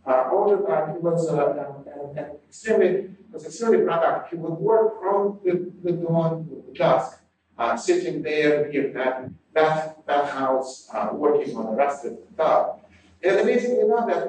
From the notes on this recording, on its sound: Note that the audio quality for 2006, 2008, and 2009 was poor and has been improved as much as possible by Podsworth Media.